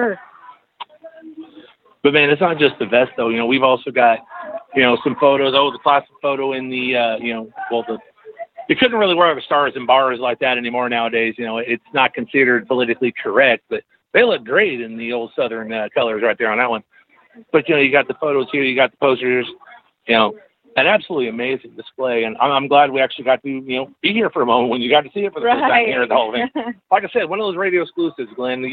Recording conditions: busy venue